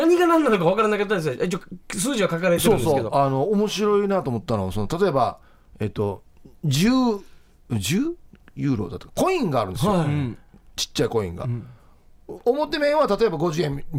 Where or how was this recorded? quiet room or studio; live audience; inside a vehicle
quiet room or studio